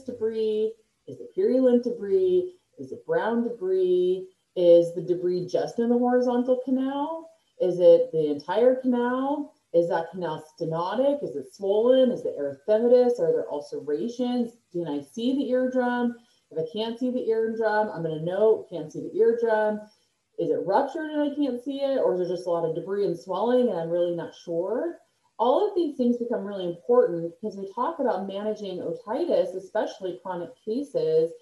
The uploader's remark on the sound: Sorry for the poor audio during this recording.